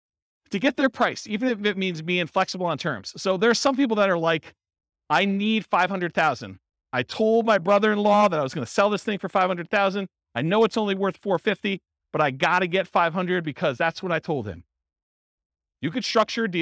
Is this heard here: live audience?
yes